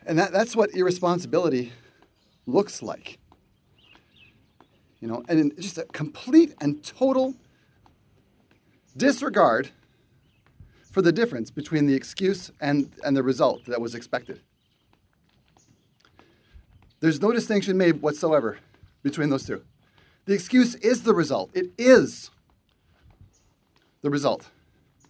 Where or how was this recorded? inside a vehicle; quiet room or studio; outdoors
outdoors